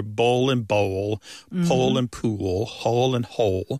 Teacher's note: that L at the end of the syllable is what is known as a dark L. So the physical act of pronouncing that dark L kind of requires the back of the tongue to raise toward your soft palate.